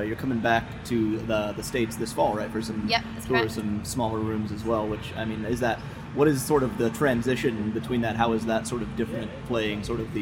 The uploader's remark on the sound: backstage at Lollapalooza